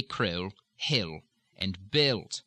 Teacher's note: you're going to be very unlikely to change an L to a W, as in cruel, hill, build.